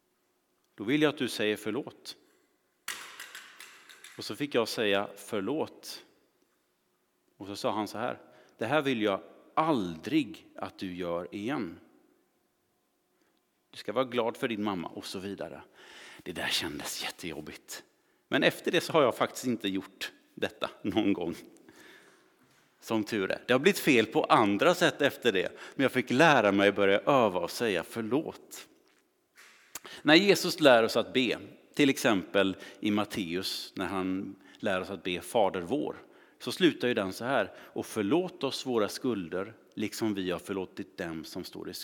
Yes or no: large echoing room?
yes